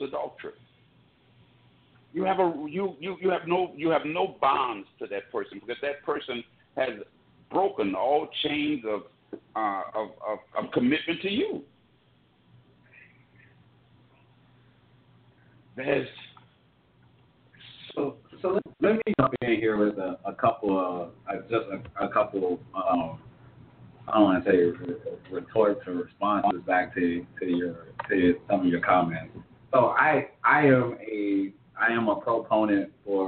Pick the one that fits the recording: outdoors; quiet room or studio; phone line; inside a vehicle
phone line